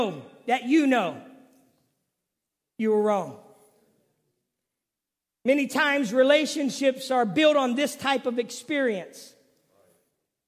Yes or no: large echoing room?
yes